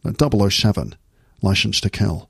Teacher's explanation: Just push them out slightly. And then every S sound becomes a sh sound. · So everything you say ends up sounding very low, very deep. · Term: Sean Connery accent